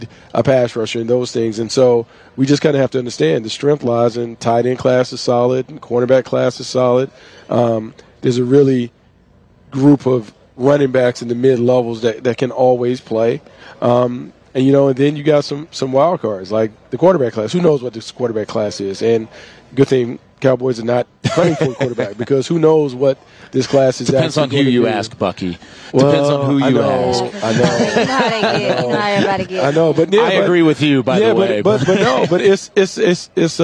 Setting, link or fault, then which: setting, busy venue